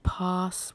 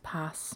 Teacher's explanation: In RP, I would say the word pass with that more back vowel placement · Shown in: first take · whereas for this speaker, you'll hear it as pass, which is more of the Scottish feel.